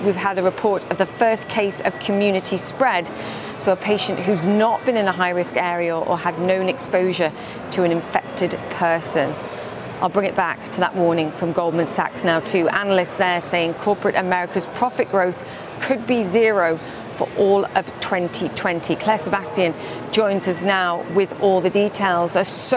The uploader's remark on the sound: is live from The New York Stock Exchange